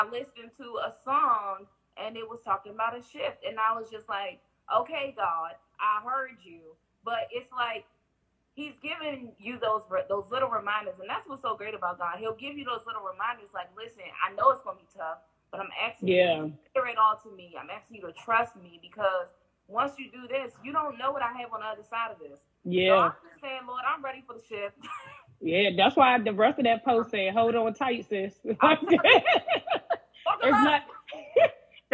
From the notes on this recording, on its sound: we are rewinding an Instagram Live Series from June 2021